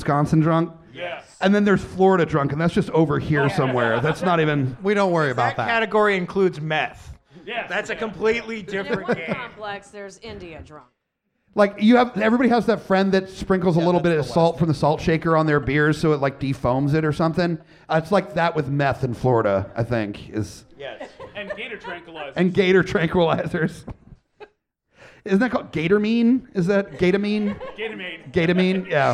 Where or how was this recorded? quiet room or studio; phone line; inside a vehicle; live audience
live audience